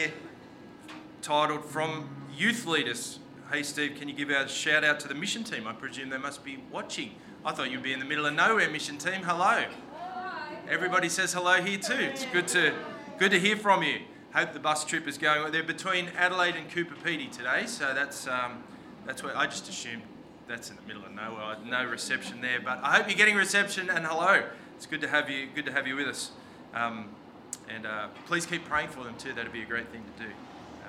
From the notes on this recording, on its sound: This sermon was preached on the 25th of June 2023 at all services of Helensburgh and Stanwell Park Anglican Church.